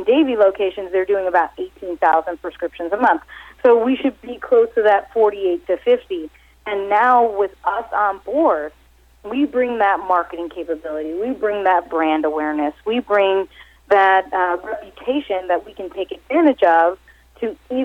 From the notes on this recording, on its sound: called in to SmallCapVoice.